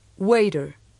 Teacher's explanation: La primera sílaba está acentuada.